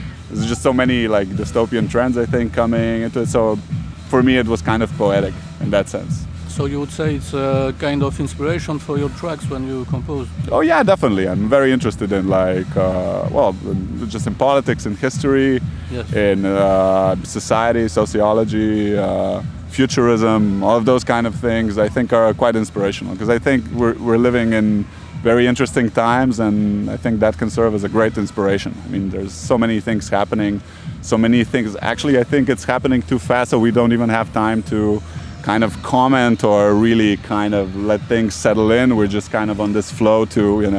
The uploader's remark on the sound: Sound recordings made in Slovenia, Ljubljana & Tolmin, on 16 July 2022 during the 4th edition of the electronic music festival, Butik.